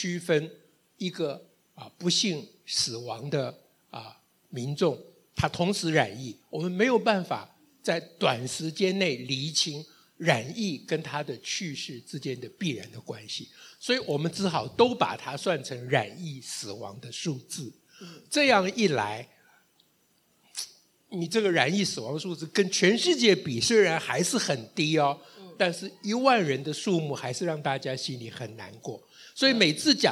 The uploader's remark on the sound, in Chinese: 台北聚賢會現場Podcast